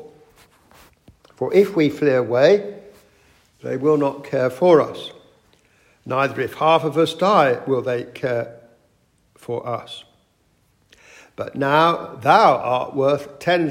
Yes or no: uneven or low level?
no